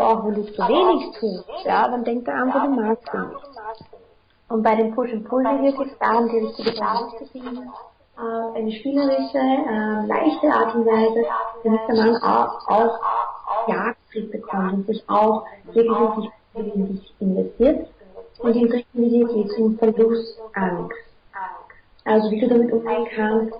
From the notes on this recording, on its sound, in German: Leider hat mir meine neue Software einen Strich durch die Rechnung gemacht und die Tonqualität ist nicht so geworden wie ich sie mir wünschen würde. Wenn du ein Headphone/ Kopfhörer verwendest und nur auf einem Ohr hörst, dann hörst du den Hall nicht .